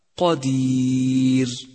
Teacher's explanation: سابعا، رققت الراء في كلمة قدير قدير، رققت في حالة الوقف لأنها ساكنة وقبلها ياء ساكنة فتلفظ هكذا قدير